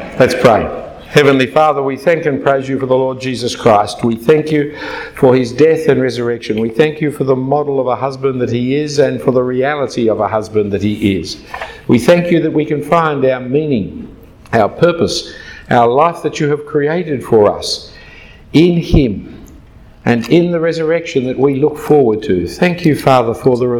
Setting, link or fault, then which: setting, large echoing room